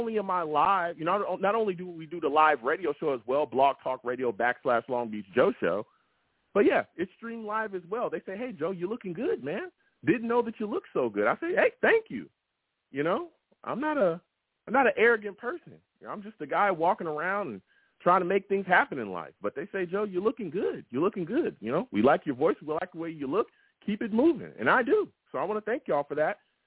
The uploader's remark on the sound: I also take live callers!